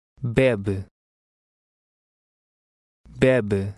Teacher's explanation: Number 14 has two E's. The first E sounds like the E in the English name Ted. The last E is almost silent.